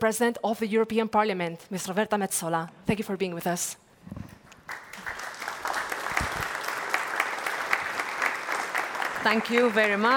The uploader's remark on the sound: This episode was originally a live event. In the European Parliament in Brussels.